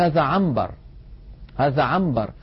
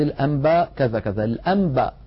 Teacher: يقلب النون الساكنة إذا أتى بعدها باء إلى ميم. فالإنسان مثلا لو سألناه أشممناه عطرا قلنا ما هذا العطر، يقول هذا عنبر، هذا عنبر، ولا يقول هذا عنبر، لا ينطق النون صريحة هكذا. · Term: القلب